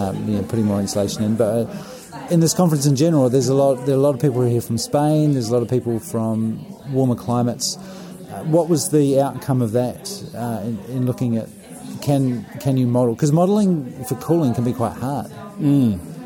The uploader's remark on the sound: In this special bonus episode recorded at the 26th International Passive House Conference.